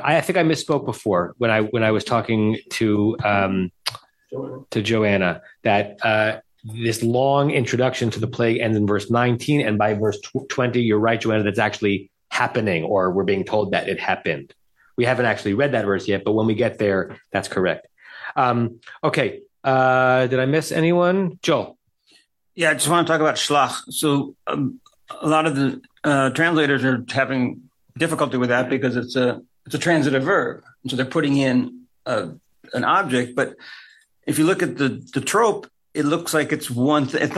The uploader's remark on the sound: Facebook/Zoom